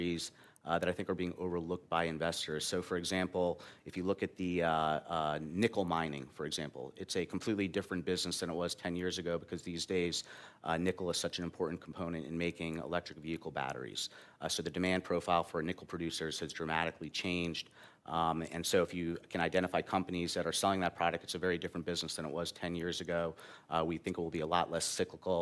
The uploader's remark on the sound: This episode continues our series of panel discussions from a recent event we sponsored in Chicago.